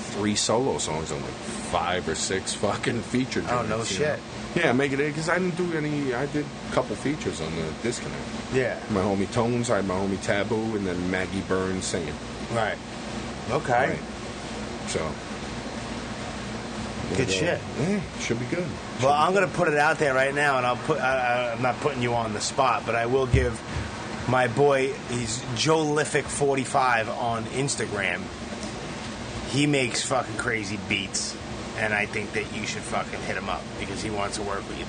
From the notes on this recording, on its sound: I met up with him at the usual spot... "The Colony Bar" in Huntington Station, Long Island...